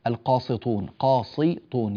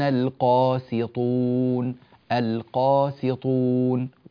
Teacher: انتبهوا بارك الله فيكم، القاسطون سي، السين مرققة جدا، ومن القاسطون، القاسطون بهذه الطريقة، وأما القاسطون، ولا نفخم السين فتنقلب معنا إلى صاد · Shown in: second take